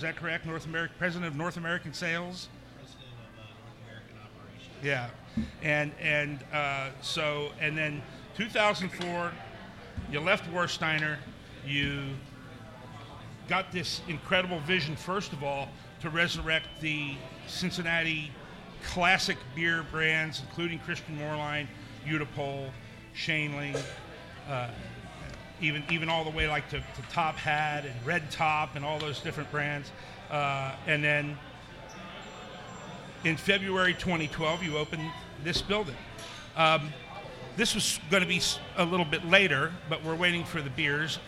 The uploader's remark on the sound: Live At The Moerlein Lager House. From the beautiful Moerlein Lager House in Smale Riverfront Park in Downtown Cincinnati, it’s a very special Live edition of Cincy Brewcast.